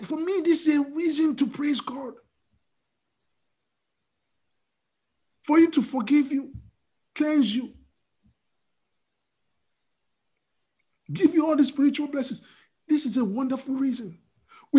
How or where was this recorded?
video call